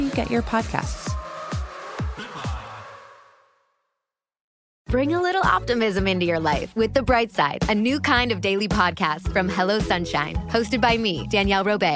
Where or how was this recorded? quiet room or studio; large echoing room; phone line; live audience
phone line